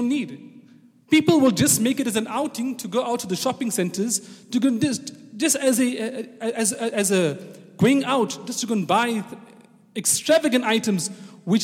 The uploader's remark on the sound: Jummah Programme on the 14th of September 2018 at the Houghton Masjid (West Street)